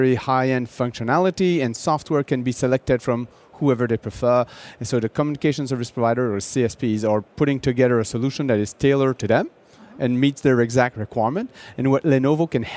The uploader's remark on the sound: Intel Chip Chat LIVE from MWC 19 in Barcelona